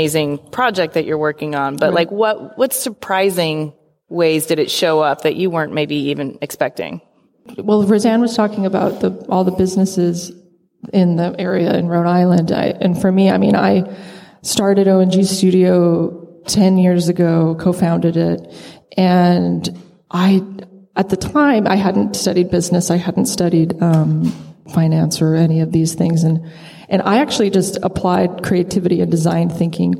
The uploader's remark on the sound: taped live at RISD as the keynote presentation of Design Week RI